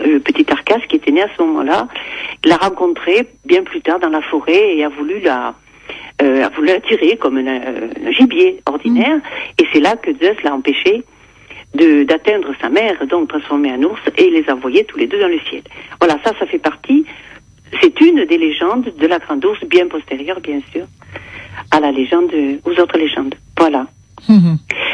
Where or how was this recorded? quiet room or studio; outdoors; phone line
phone line